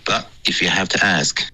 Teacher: 你的 but 结尾呢没有顶舌尖。你说的是 but,的这个音感觉是用那个喉音停顿